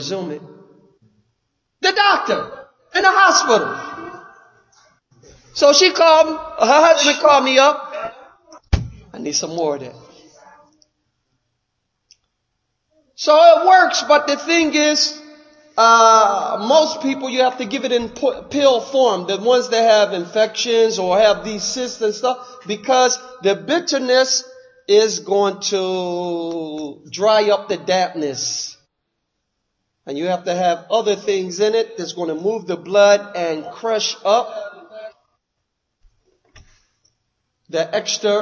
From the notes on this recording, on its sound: Lecture given at Masjid Nur Allah, Queens, NY.